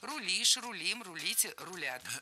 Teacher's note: В словарях зафиксировано «рулит», и во всех других формах ударение падает на окончание.